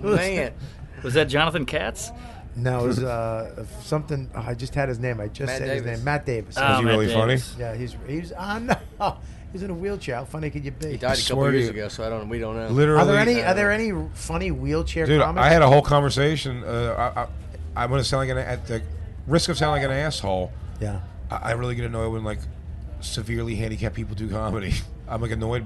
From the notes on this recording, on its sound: Recorded backstage at the South By Southwest festival in Austin, Texas.